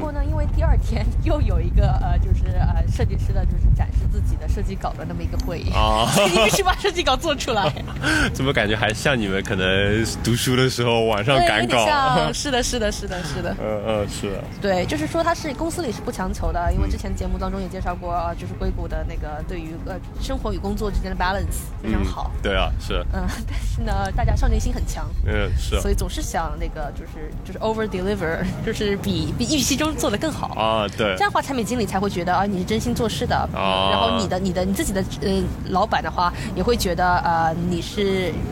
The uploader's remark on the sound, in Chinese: 户外录音，稍有杂音